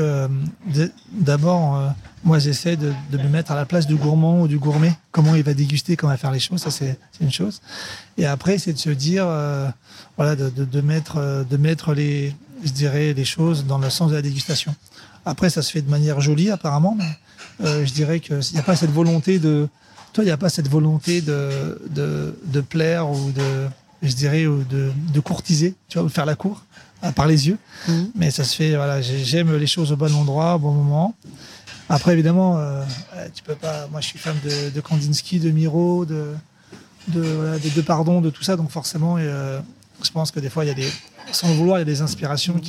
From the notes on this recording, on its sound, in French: Enregistré dans son restaurant marseillais juste avant le service du soir.